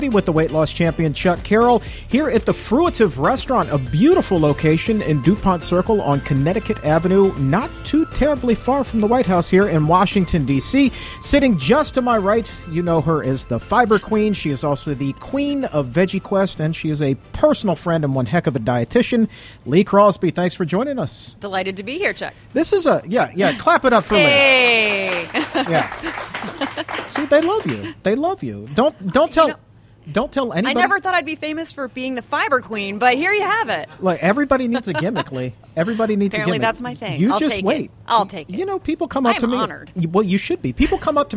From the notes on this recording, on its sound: during a live broadcast from the Fruitive Restaurant in Washington, DC